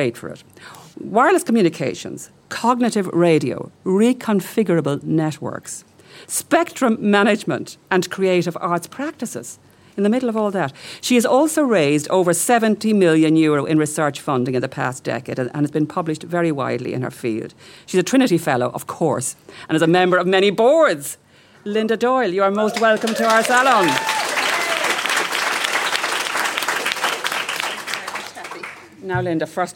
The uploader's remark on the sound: This week's podcast was recorded in The Irish Times as part of Culture Night in association with the Herstory movement.